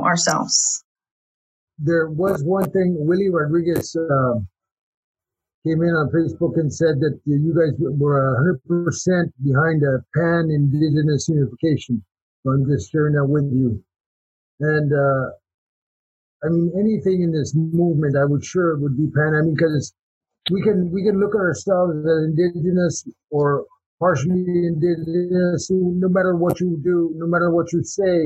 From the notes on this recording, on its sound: a recording made May 14, 2020 in a Zoom/Facebook live webinar